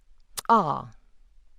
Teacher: The dental click is ah. You will notice that it has an affricated release.